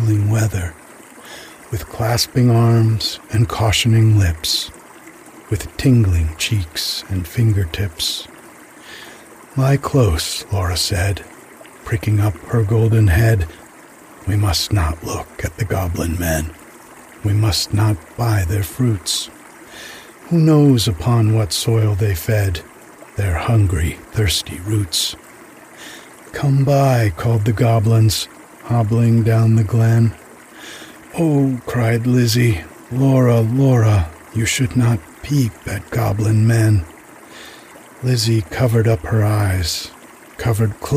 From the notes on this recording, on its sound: There are sounds I recorded at the creek behind my cabin in the background.